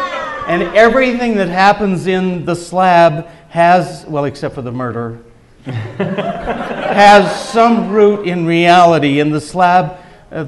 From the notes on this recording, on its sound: In front of a live audience at UVU.